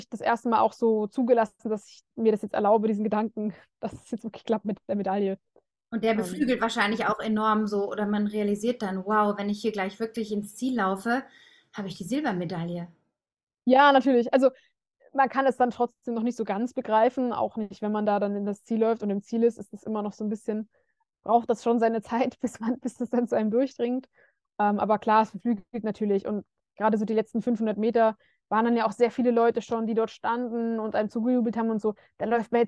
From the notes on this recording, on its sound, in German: per Videocall